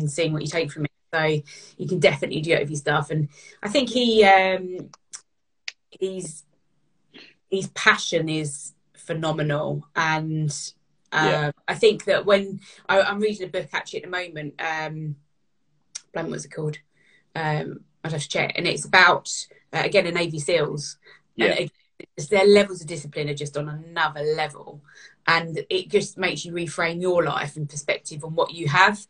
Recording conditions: video call